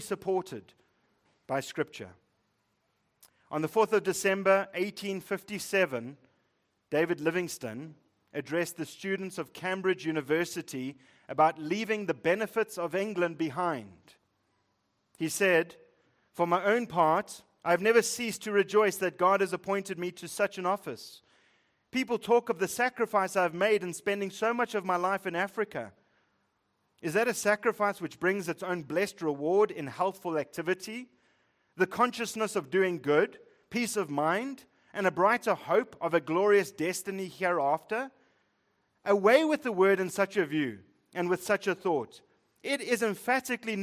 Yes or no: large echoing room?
yes